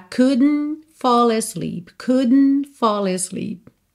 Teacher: Ao invés de dizer couldn't, faz couldn't. Quando A língua chega no céu da boca pro D, já puxa um N para dentro